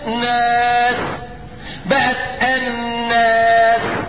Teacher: كلمة الناس اللام ادغمت في النون